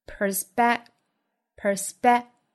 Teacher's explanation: 应该是发成一个不送气的 b b 的发音